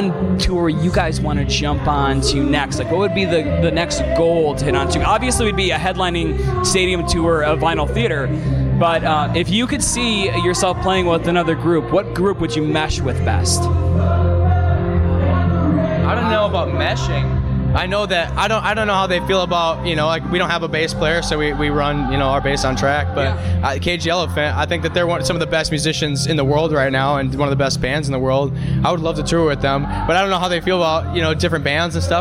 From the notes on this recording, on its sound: backstage after their show at Chicago&#8217;s famed Subterranean